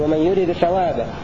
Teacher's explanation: قرأ بإظهار الدال عند الثاء